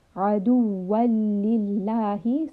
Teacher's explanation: lam has a shadda, so we are merging this tanween sound into the lam.